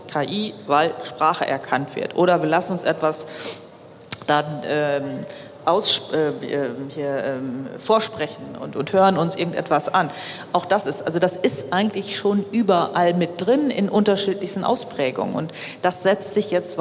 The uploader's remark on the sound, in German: Die Diskussion findet auf der Bühne des Waterkant Festivals 2023 statt